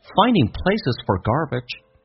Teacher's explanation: 同时这个 for 不被强调，说成 F 加个儿化音，叫做 for，而且很轻，轻轻点一下